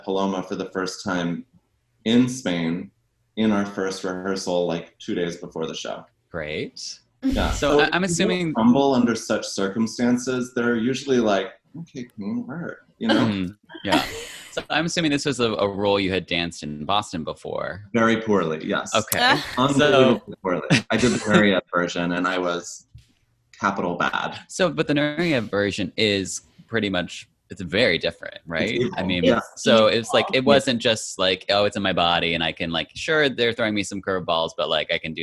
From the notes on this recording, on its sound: Recorded as a part of the 2020 Vail Dance Festival: Digital Edition. Our Zoom chat.